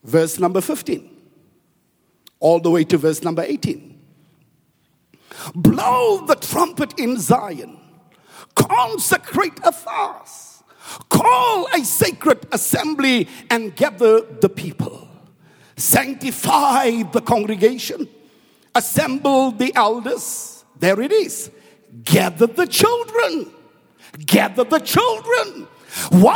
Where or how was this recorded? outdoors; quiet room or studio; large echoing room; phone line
large echoing room